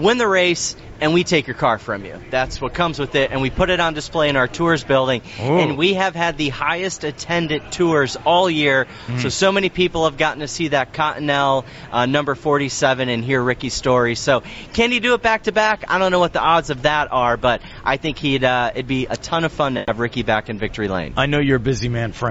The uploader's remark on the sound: joined live at the Daytona International Speedway